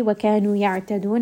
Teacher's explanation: ayn is going to be from the middle of the throat.